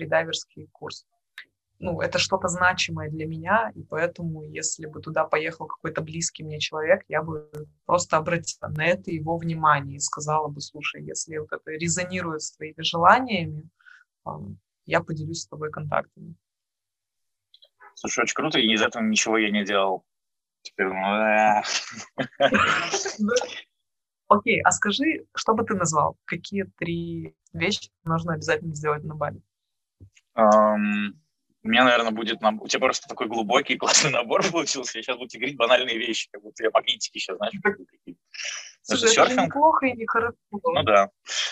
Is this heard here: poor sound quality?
yes